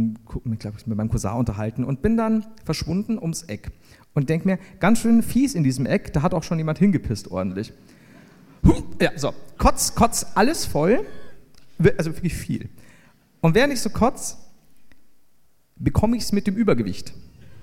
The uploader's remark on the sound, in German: LIVE in Wien